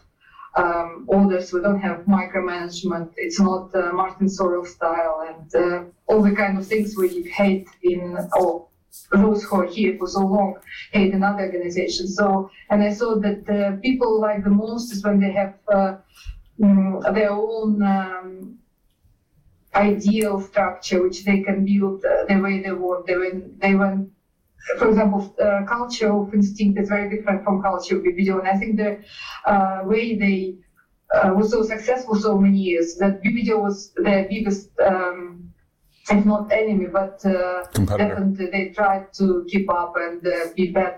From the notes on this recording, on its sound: Skype audio from Russia is tricky, but hang in there!